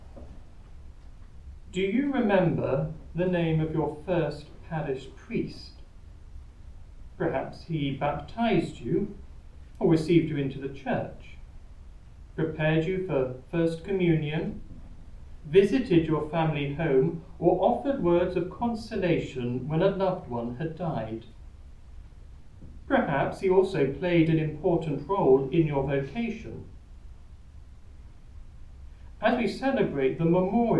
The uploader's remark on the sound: Recorded live at Southgate House on 4 August 2023.